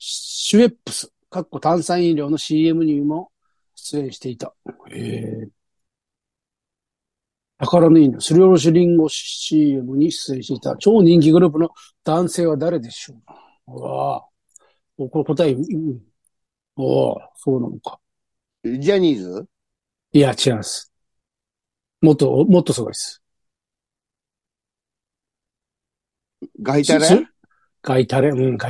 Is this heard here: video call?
yes